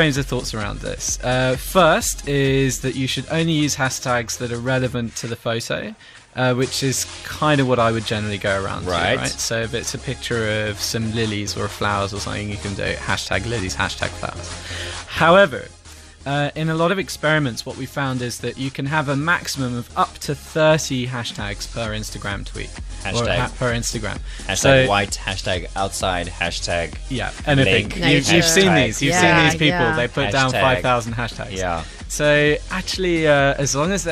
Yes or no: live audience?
no